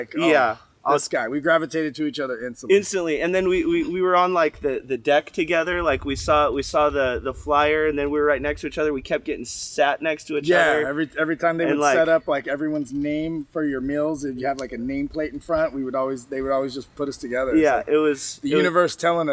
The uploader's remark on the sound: Today we are coming to you from the Dominican Republic. During a trip with Page Events, we stopped by the ocean to record a new episode.